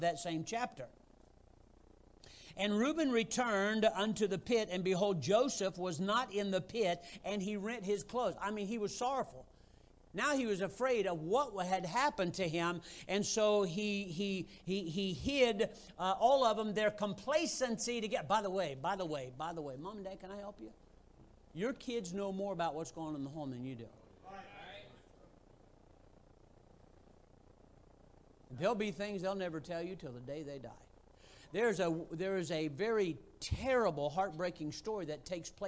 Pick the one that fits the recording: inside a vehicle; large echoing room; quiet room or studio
large echoing room